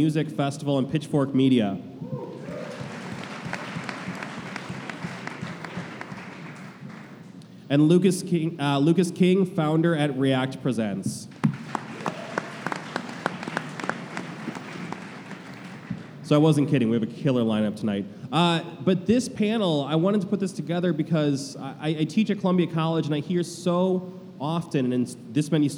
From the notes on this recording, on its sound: In a live panel recorded at Chicago Athletic Association Hotel, four music festival come together.